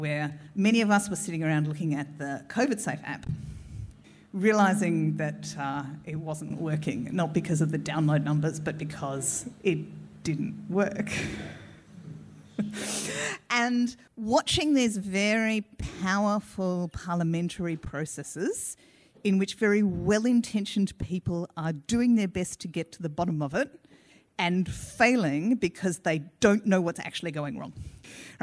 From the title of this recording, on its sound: Burning Platforms Live in Melbourne